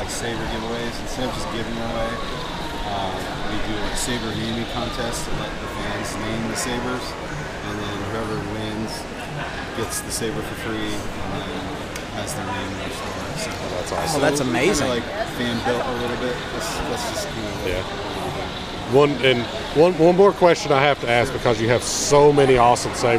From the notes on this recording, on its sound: interviews from the convention floor